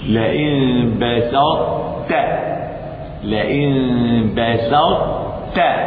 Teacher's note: إضغام متجانسين ناقص لوقوع الطاء قبل التاء